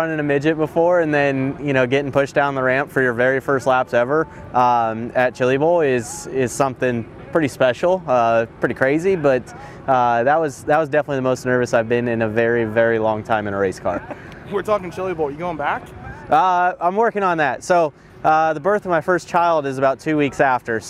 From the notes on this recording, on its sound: Live from Millbridge Speedway ahead of a $10,000 to win micro race in Charlotte.